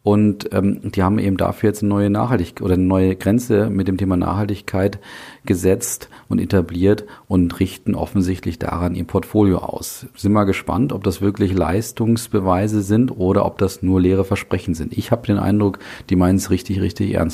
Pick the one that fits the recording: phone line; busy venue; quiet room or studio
quiet room or studio